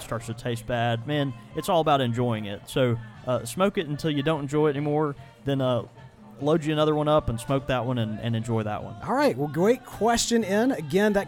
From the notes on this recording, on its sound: This episode was broadcast live from The Cigar Factory in the New Orleans French Quarter!